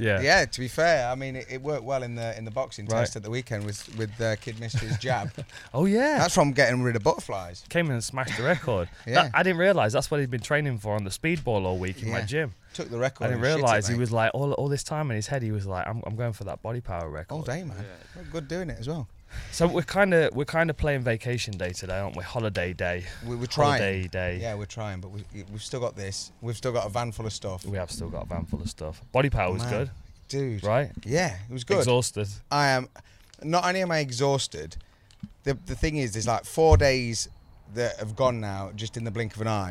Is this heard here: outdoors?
yes